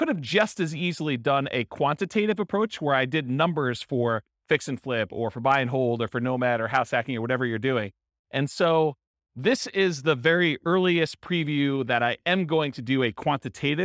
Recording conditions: live audience